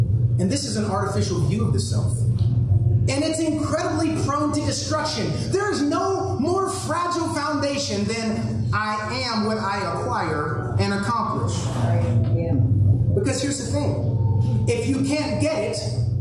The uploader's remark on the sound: Due to technical difficulties, the following audio has been pulled from our livestream. Expect lower audio quality.